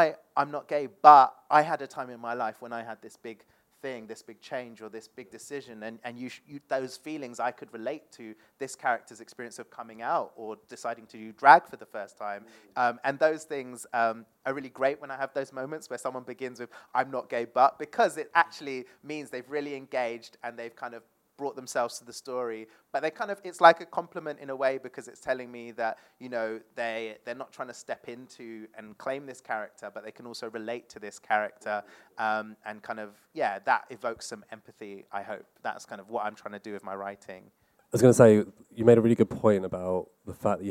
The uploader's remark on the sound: Hosted a live panel discussion. Live Recording from 10 Sep 2022 as part of London Podcast Festival 2022 held at Kings Place.